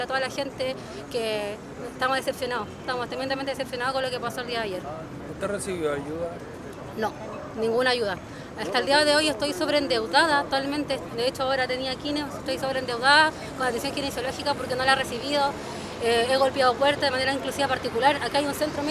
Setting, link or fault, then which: setting, outdoors